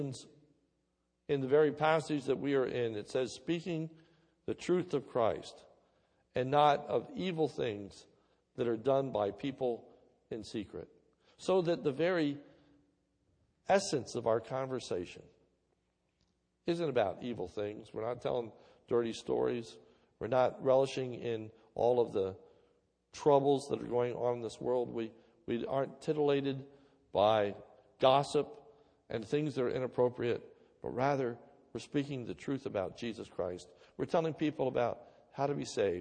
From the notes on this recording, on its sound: This is a sermon recorded at Lebanon Bible Fellowship Church